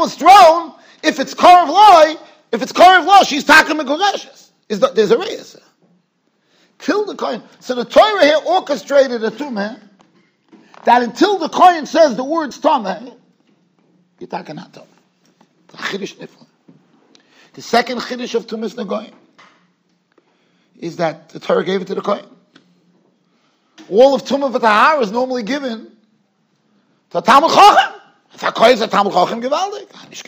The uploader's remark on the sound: Shiur recorded in Yeshivas Ohr Reuven, Monsey NY.